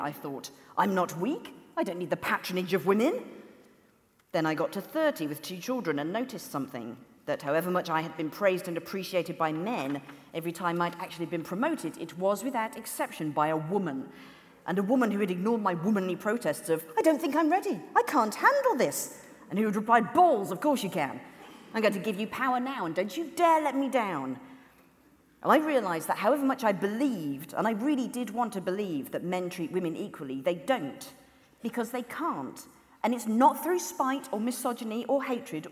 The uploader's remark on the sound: The Women's Equality Party launch their election campaign with a celebrity fundraiser hosted with 5x15 in May 2016. Addressed the audience at Central Methodist Hall.